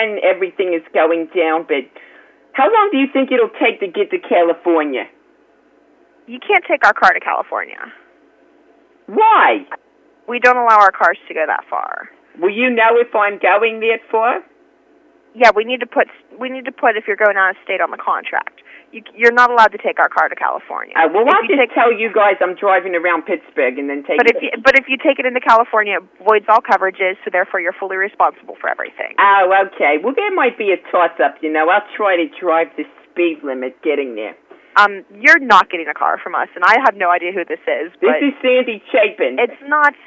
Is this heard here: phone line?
yes